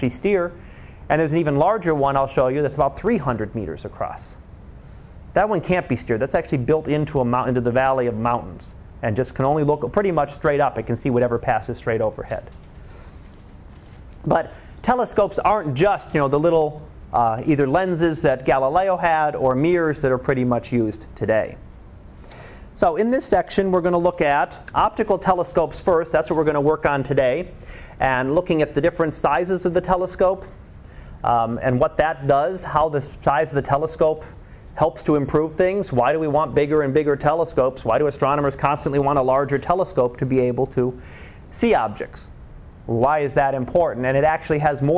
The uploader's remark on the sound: Live Class Lecture